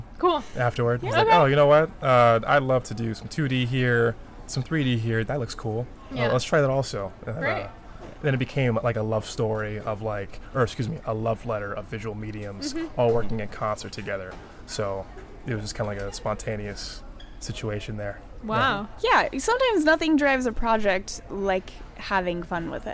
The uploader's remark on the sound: We are live, on-location at the TCL Chinese Theatre for the 19th annual Oscar Qualifying HollyShorts Film Festival.